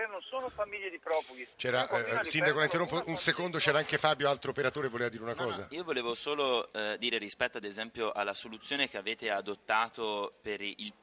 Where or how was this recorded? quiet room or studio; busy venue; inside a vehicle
busy venue